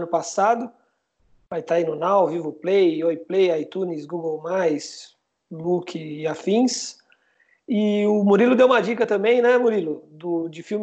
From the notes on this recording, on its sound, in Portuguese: Programa gravado à distância, já que o estúdio da Central3 está fechado por conta das medidas de segurança da quarentena.